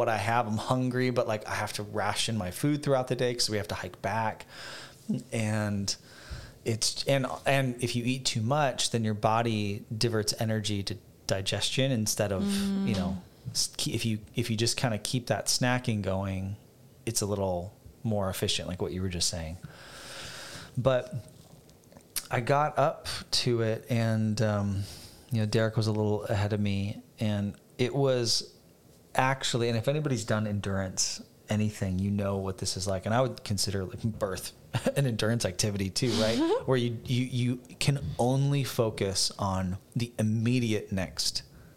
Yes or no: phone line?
no